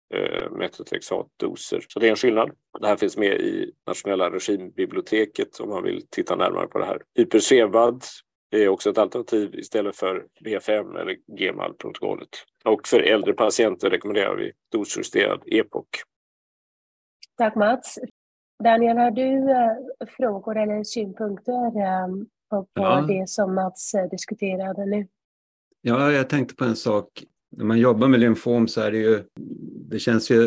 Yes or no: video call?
yes